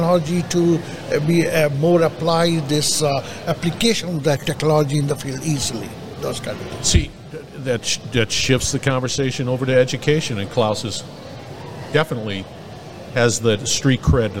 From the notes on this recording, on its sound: Industry professionals at Accruent User conference in Nashville.